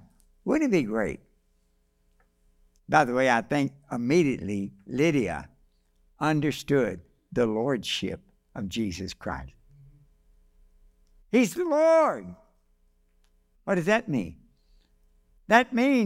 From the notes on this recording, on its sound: This message was delivered on December 10, 2023, during our evening service.